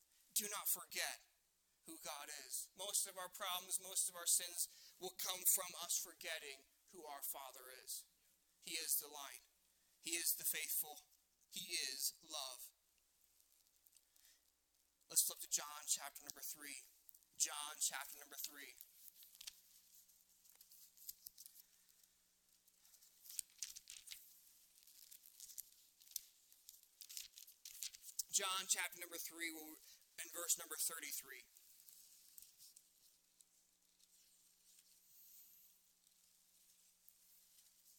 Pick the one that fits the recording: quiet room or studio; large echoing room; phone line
large echoing room